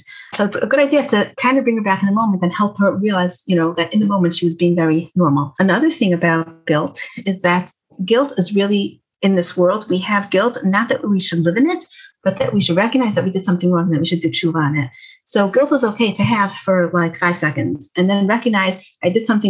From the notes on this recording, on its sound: Zoom talk for teens given through Project Light.